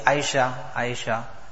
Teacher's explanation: the Ayn was from the middle of the throat with emphasis.